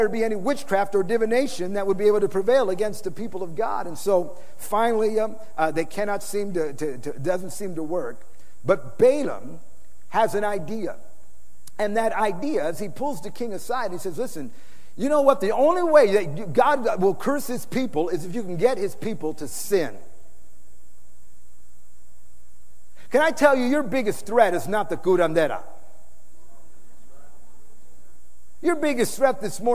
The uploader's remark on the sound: Preached in San Antonio TX OCTOBER 2006